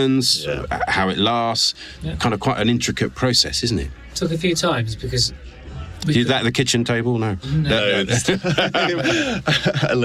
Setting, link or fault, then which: setting, busy venue